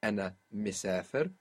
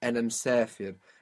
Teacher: the small I being lost across the word boundaries · Shown in: second take